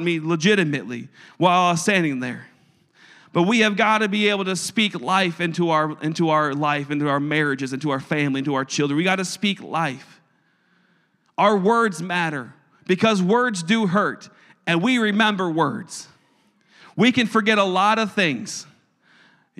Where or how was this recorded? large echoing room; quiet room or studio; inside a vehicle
large echoing room